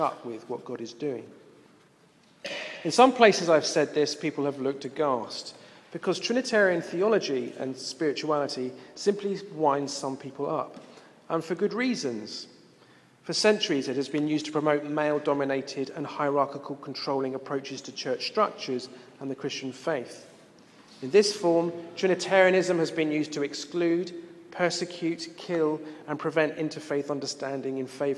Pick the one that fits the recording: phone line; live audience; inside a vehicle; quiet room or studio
live audience